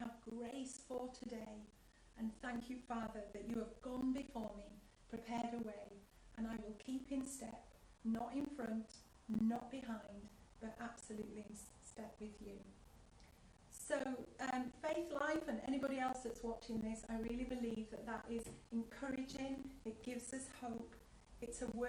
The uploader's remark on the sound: house church live feed